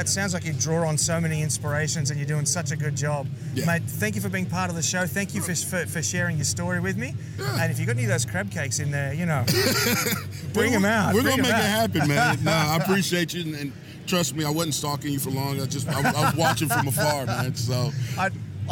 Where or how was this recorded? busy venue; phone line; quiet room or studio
busy venue